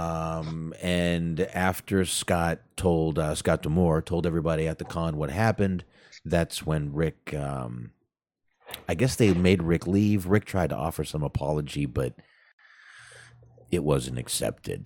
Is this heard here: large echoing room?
no